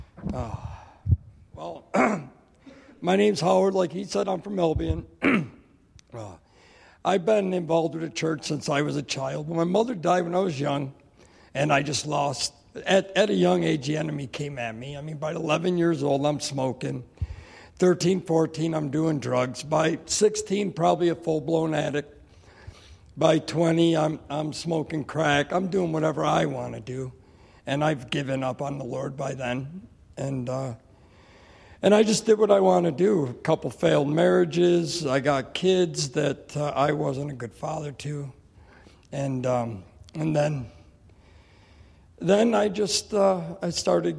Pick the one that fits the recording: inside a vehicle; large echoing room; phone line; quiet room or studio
large echoing room